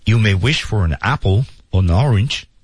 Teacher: 而语调上来说呢，哎，是先升后降的一个原则 · you may wish for an apple or anorange，哎，有两个升调